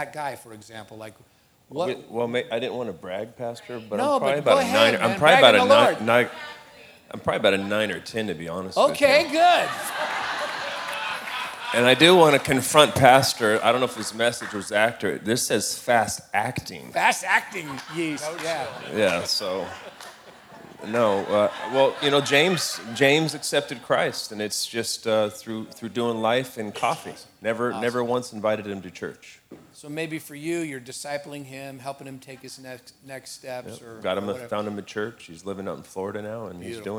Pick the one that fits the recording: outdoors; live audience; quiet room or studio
live audience